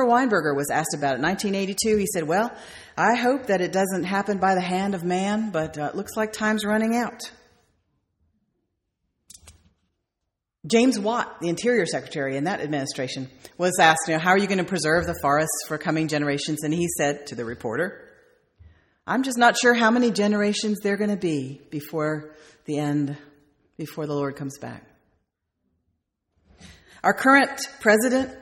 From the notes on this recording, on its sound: sermon delivered on May 4th, 2008